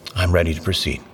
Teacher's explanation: In a soft, breathy voice, … replies simply